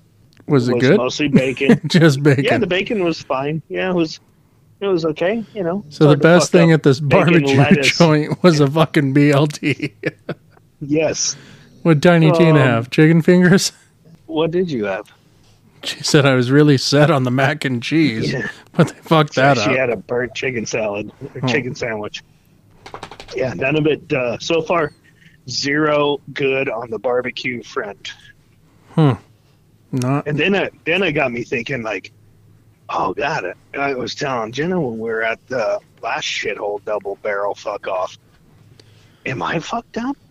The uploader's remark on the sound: On the phone